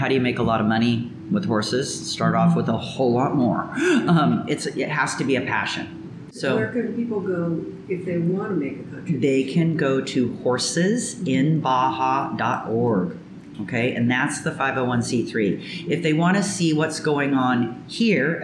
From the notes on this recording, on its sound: A shout out to Cafecito Lindo for allowing us to record our interview in their cafe.